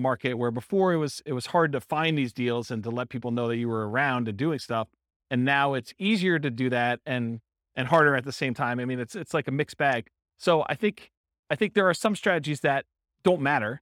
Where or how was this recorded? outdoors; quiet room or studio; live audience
live audience